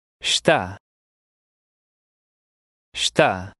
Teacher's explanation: paying attention to the muted sound of the initial unstressed E